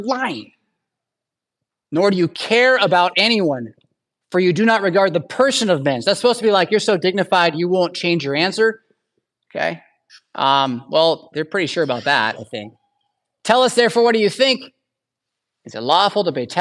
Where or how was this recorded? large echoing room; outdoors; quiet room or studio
large echoing room